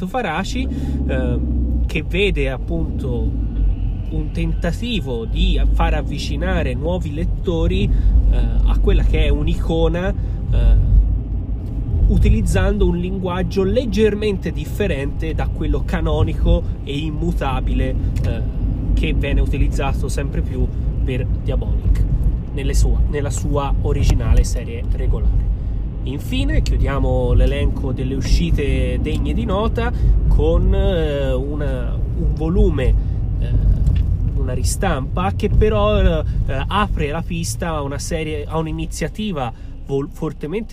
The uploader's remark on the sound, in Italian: Con la speciale partecipazione dei rumori di sottofondo più fastidiosi nella storia dei podcast!